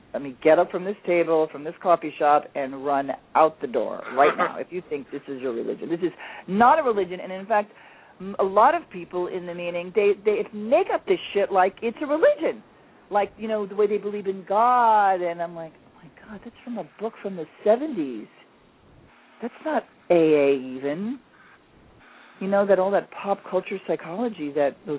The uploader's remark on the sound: Called in!